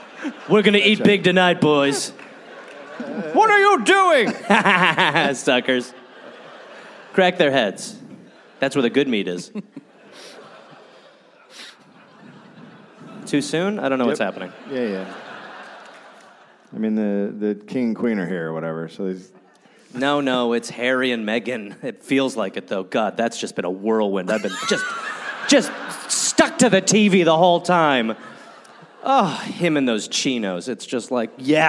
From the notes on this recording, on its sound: Recorded live in Brisbane.